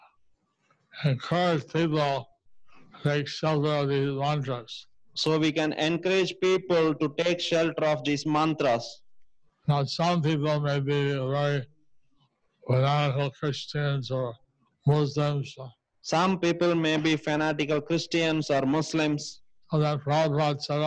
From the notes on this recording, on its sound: Zoom Session With Ghana Devotees